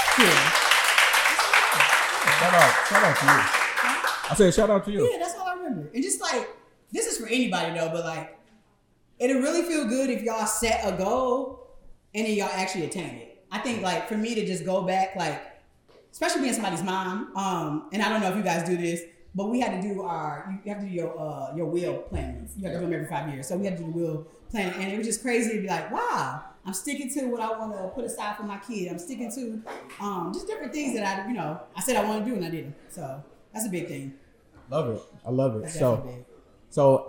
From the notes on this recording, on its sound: a live taping of Black Fridays via The Raw Avenue Live Podcasting event